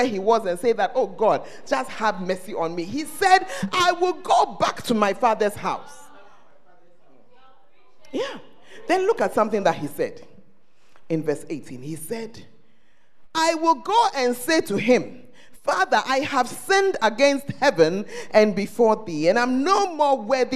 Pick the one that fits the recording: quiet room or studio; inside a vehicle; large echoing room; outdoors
large echoing room